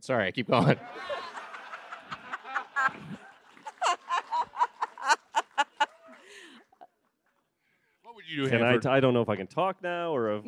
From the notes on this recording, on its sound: Recorded live at the Palladium Times Square on June 9, 2023